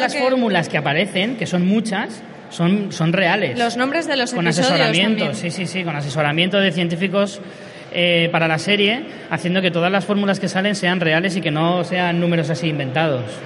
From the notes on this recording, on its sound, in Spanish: Tuvimos el placer de hacer un directo desde el Salón del Cómic de Alicante